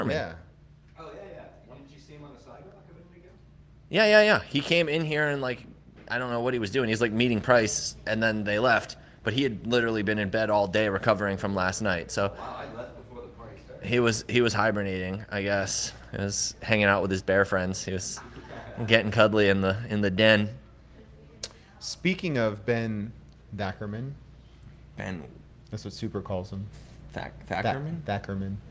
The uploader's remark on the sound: Pleb Broadcasting Service was broadcasted from Austin, Texas on August 19th in front of a live Pleb audience.